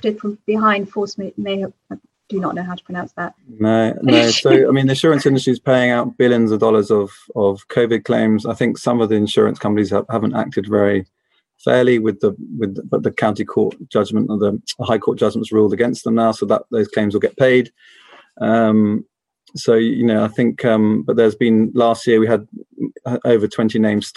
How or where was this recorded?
video call